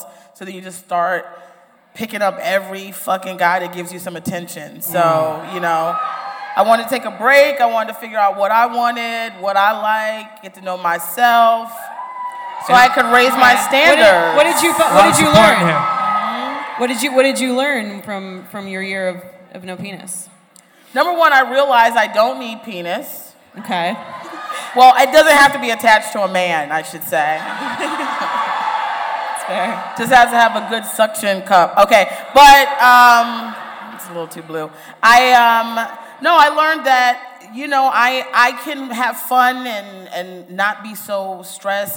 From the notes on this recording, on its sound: Take the show on the road for a very special bonus episode recorded live at Murmrr Theatre in Brooklyn.